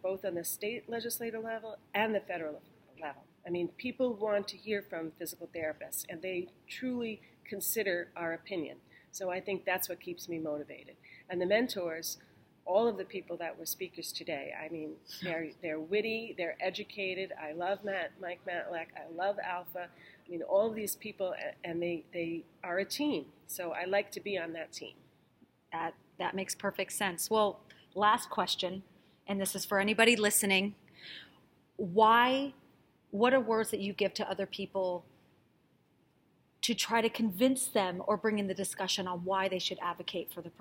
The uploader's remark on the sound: LIVE from the Federal Advocacy Forum.